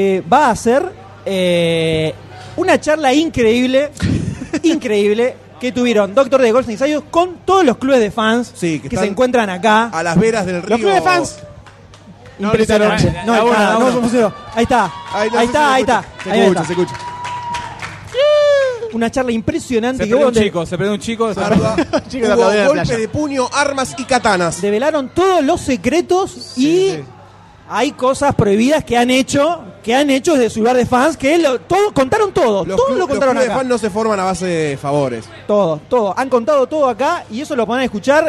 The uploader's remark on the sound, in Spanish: Segundo episodio grabado IN THE FLESH, en vivo en la PopCon 2014! Grabamos algunas cosas tan pero tan grossas en este último día de la PopCon. En este episodio van a escuchar el inicio del día domingo… y el final.